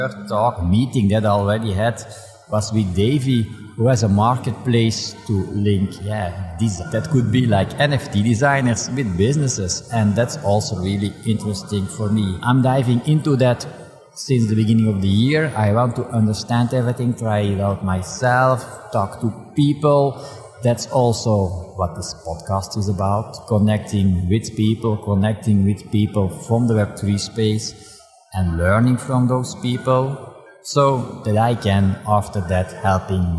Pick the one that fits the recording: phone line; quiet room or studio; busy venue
busy venue